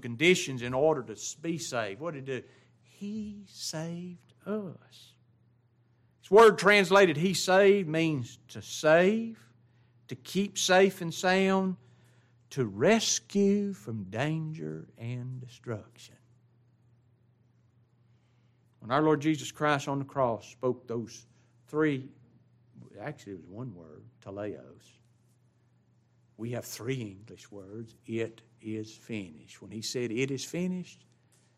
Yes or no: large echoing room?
yes